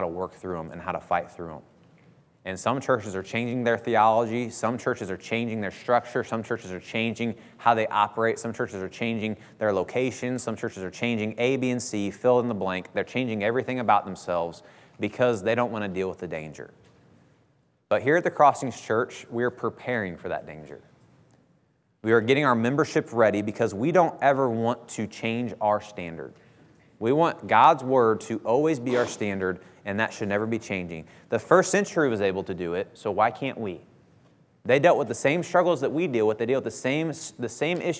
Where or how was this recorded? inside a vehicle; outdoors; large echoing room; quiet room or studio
large echoing room